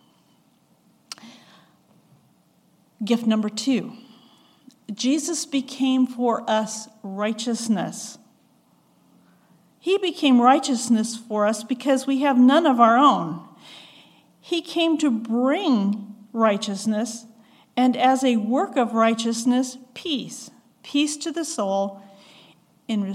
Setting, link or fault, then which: setting, large echoing room